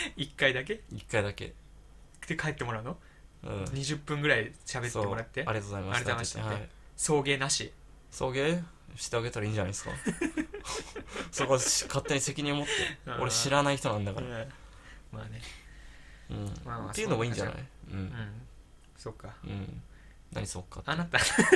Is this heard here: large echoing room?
no